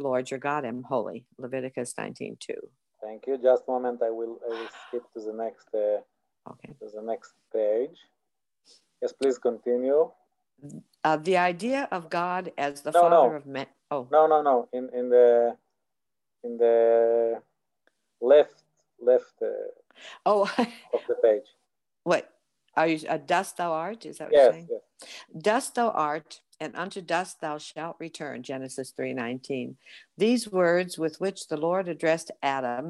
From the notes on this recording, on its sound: This audio was originally captured from Zoom